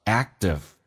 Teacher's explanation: Active 的 K 可以不用发音，两个辅音只用发后面。